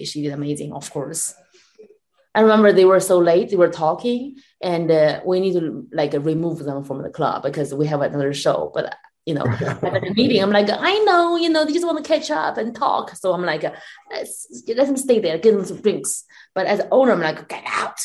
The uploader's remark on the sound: full zoom interview